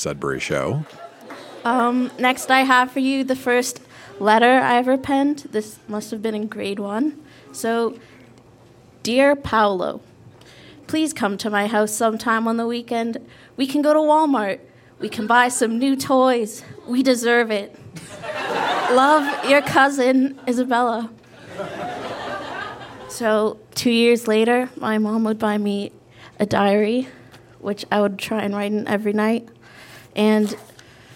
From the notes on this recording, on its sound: Recorded live at Fromagerie Elgin in Sudbury.